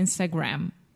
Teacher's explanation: And in English, we close our mouth when we say gram